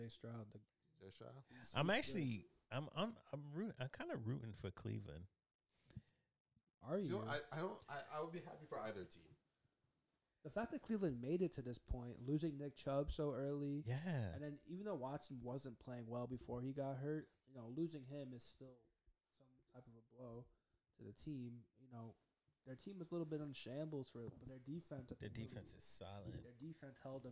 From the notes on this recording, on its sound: (SOUND DISCLAIMER, MUST RAISE YOUR VOLUME UP). (We are getting back in the swing of things, so we do apologize!).